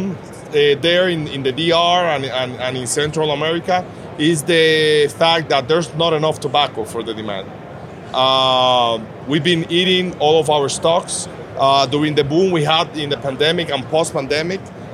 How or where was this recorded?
busy venue